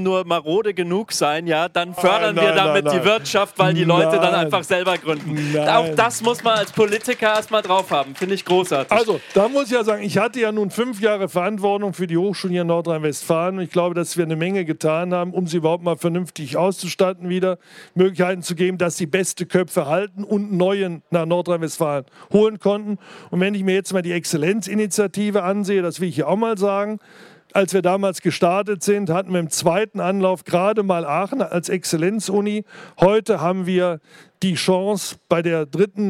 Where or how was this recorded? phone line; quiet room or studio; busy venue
busy venue